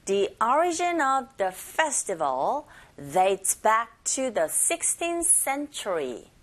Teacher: So, origin of the festival dates back to the 16th의 th와 뒤에 나오는 s가 century의 s죠. 그런데 이 조음점이 비슷하기 때문에 16th의 th 자체가 잘 안 들립니다. 그래서 자연스럽게 넘어가시면서 편하게 발음하시면 16th century라는 식으로 표현하시고 발음하시면 됩니다.